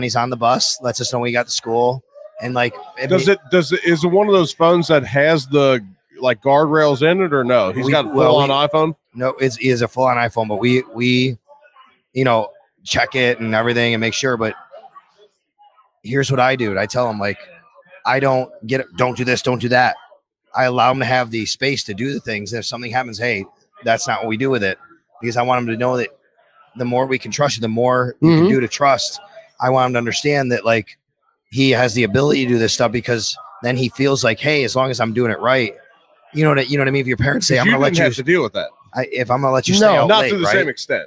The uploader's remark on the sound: For a sit-down conversation taped a few nights ago live from Imperial Pizza in South Buffalo. Thank you again to Imperial Pizza (1035 Abbott) for hosting this live series.